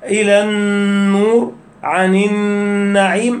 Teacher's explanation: إدغام اللام الشمسية في النون